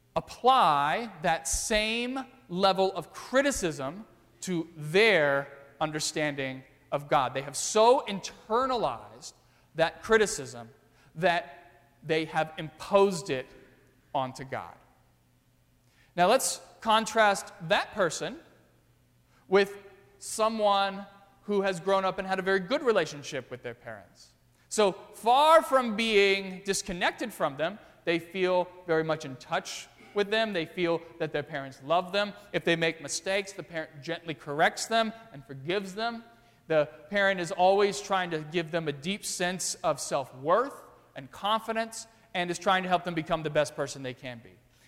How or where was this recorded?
large echoing room